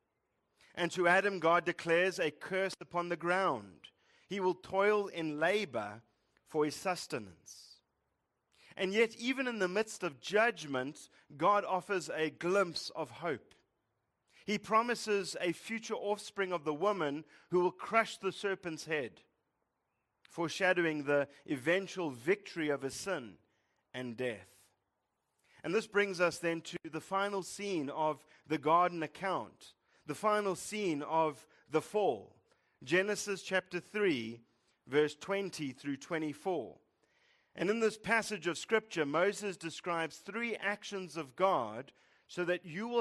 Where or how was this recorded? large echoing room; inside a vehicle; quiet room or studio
large echoing room